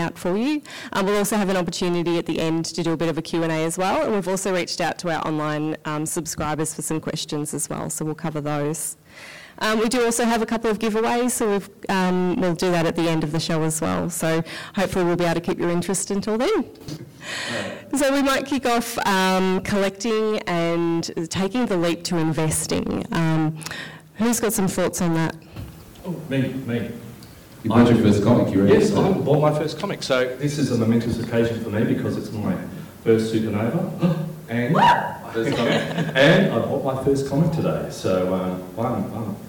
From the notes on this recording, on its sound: Recorded in front of a live audience at Supanova Melbourne, we are joined on stage by Fats Comics owner, and industry expert.